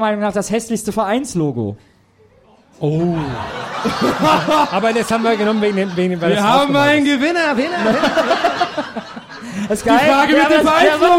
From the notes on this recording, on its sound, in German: Zum dritten Mal hat sich die bunte Tüte der Podcastwelt vor Publikum getraut.